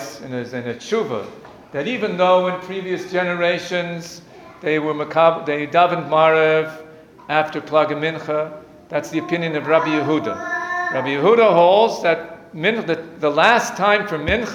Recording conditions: live audience